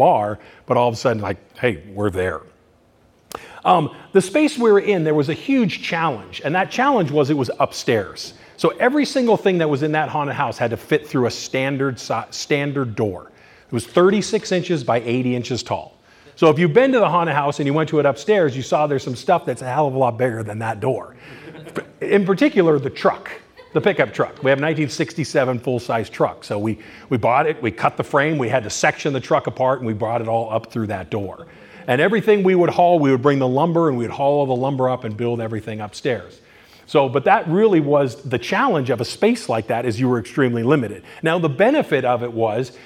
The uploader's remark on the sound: In this presentation recorded during Midsummer Scream